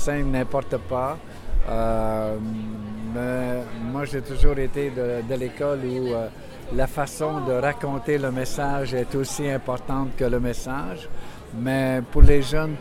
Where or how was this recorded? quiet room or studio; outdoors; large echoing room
outdoors